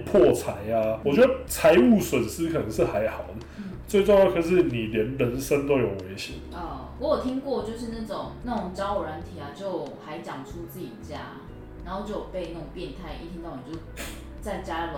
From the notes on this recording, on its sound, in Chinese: 早期節目錄音品質不佳，敬請見諒